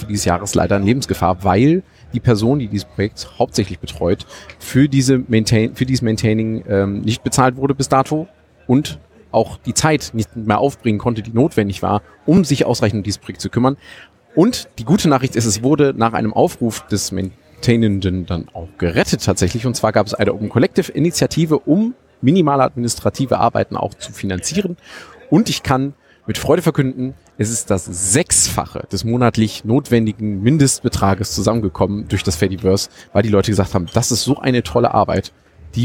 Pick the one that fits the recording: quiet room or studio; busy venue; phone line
busy venue